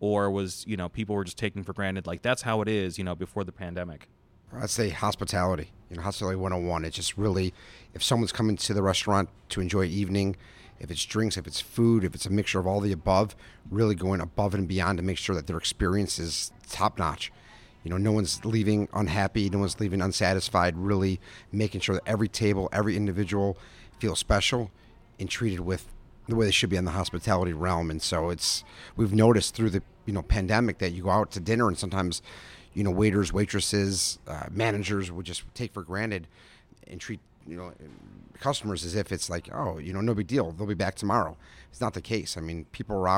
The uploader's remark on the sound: Upscale Italian restaurant Adalina in Chicago's Gold Coast. In an interview recorded at the restaurant.